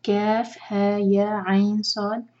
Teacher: ہے اور یا دو دو حرکہ. عین اور صاد دونوں 6 حرکہ. اور عین اور صاد کا جو کنیکشن ہے اخفاء کریں گے تو عین نون کو ہولڈ کر کے پھر صاد آگے پڑھیں گے.